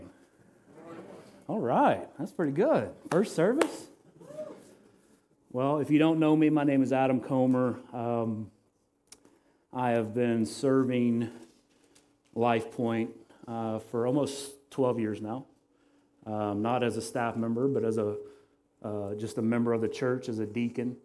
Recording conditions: large echoing room